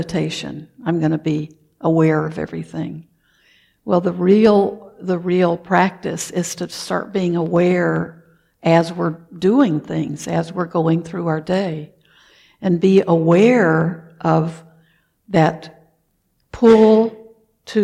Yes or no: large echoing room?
yes